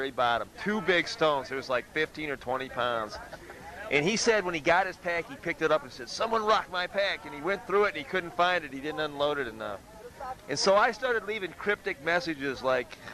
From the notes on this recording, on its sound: It was recorded at Trail Days. In Damascus, Virginia. The interview was done in a field, with a small handheld mic and cassette tape recorder. Don't expect high fidelity.